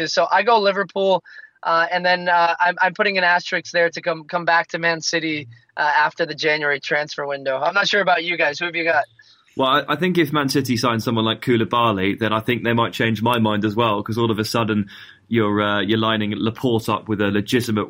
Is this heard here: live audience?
no